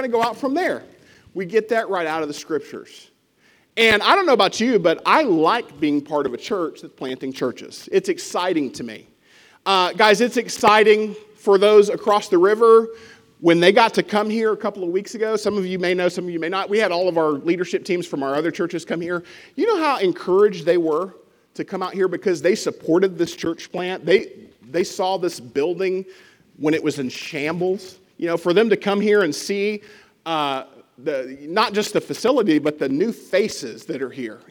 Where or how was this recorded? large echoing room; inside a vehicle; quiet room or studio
large echoing room